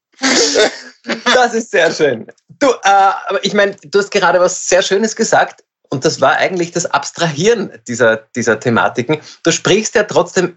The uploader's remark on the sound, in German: Bei unserem nächtlichen Austausch. Indem sie einander via Skype am Abend beim Reden zusehen.